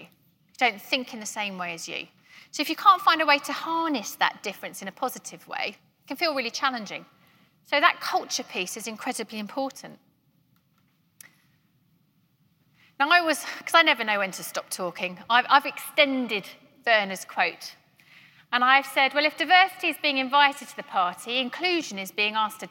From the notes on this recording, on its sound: keynote at GREENHOUSE 2021